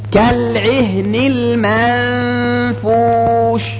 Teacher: من الأحكام أيضا الموجودة في هذه السورة النون الساكنة المخفاه في قوله تعالى كالعهن المنفوش. النون وقع بعدها فاء، وهي من الحروف التي تخفى النون إذا وقعت قبلها. أيضا الإخفاء بغنة، إذن الغنة تصاحب النون المشددة وتصاحب النون المخفاه أيضا.